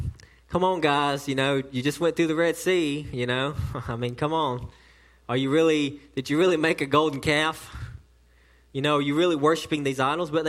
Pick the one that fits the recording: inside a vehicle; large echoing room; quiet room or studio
large echoing room